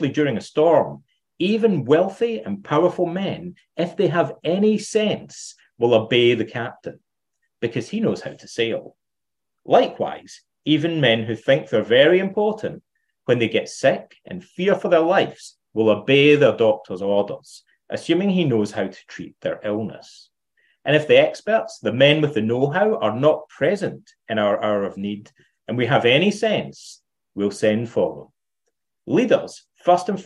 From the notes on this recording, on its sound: Plato’s Academy Centre virtual conference